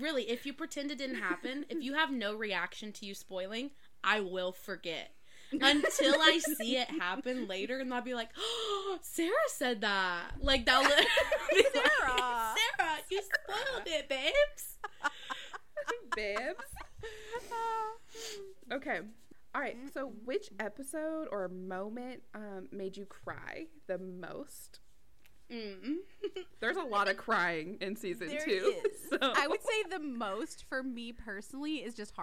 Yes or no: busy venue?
no